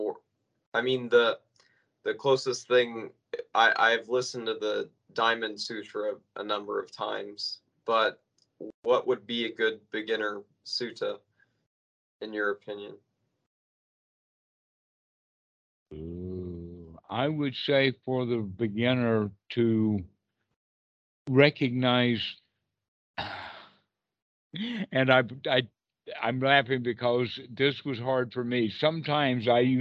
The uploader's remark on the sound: skype calls on this channel